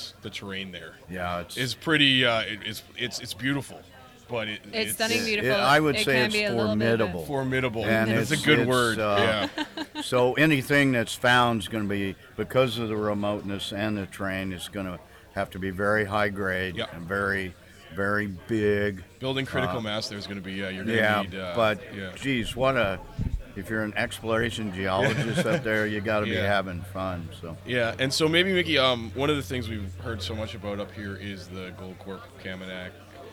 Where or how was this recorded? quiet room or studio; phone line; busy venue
busy venue